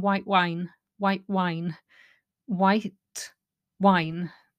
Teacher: It's very hard to say white wine. So the T is dropped.